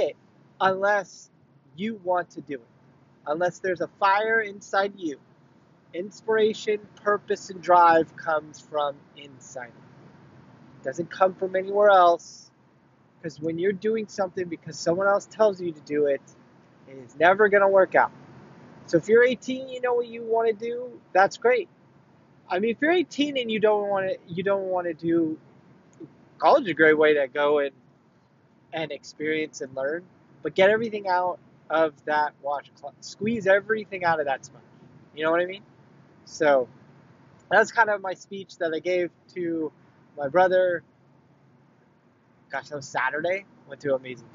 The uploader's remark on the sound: This weekend after the family dinner out for the Holiday season I got a chance to bring me and my brother closer. This is the talk I gave him in the car.